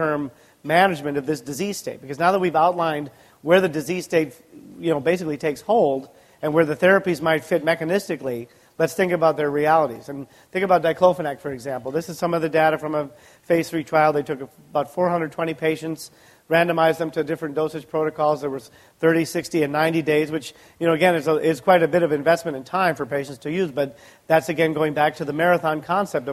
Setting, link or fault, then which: setting, live audience